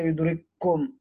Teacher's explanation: كاف ساكنة بعدها كاف متحركة، بنقرأها كاف واحدة مشددة · Term: إدغام المثلين